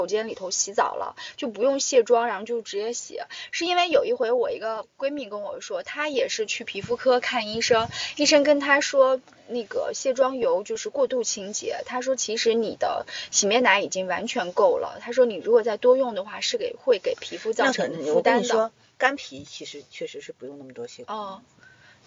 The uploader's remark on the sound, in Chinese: 具体场景是：地下车库，车里。录音笔在中间。的羽绒服一直在沙沙作响。